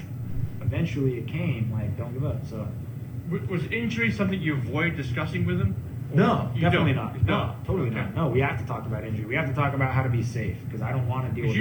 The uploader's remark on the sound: live at the Santa Cruz Boardroom